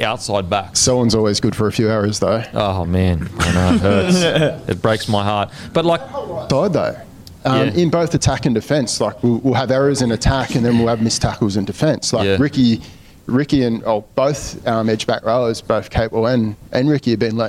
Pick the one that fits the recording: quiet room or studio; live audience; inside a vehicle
live audience